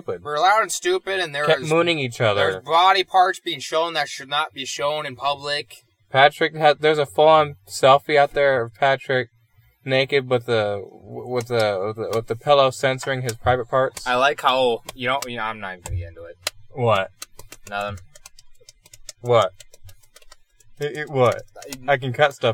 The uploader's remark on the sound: We went a bit crazy with this one and recorded in person, inside a car... It would have came out a bit better if the laptop's crazy loud fan didnt kick on.